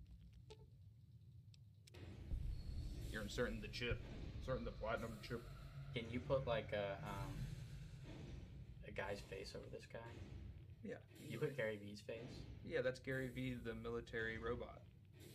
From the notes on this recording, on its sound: We don't have a lot of experience editing or recording a podcast, so you may have to be patient on the quality to reach 100%. Fallout: New Vegas is gonna be the game in the background for the next few podcast.